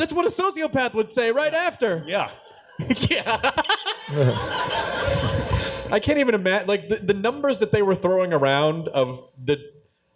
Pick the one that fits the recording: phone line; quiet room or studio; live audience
live audience